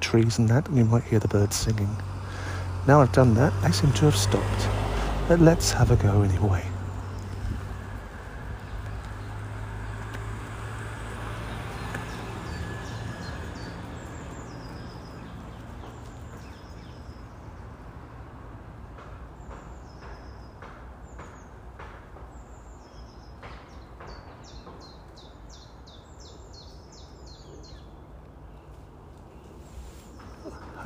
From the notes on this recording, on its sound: does an outside broadcast from the woods and parks he has visited this week